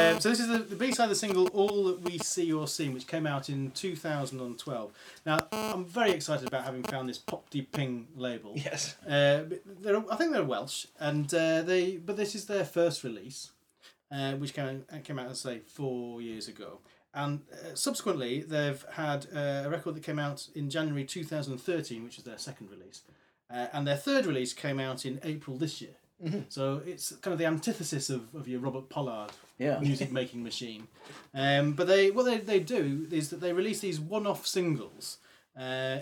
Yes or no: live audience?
no